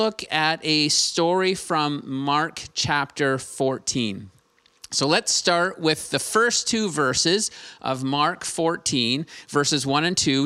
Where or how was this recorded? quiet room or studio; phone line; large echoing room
large echoing room